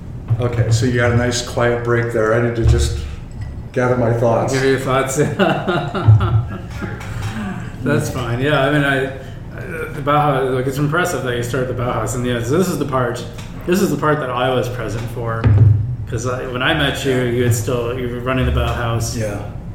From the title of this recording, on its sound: Live at Daly's